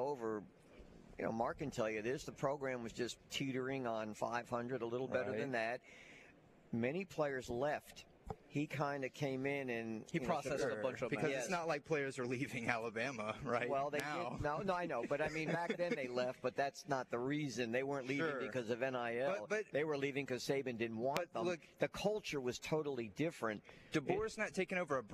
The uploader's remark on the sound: LIVE from day two of The Senior Bowl!